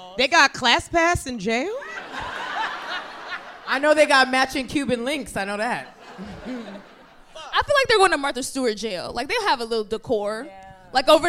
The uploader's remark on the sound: Live from the Bell House theatre in Brooklyn New York.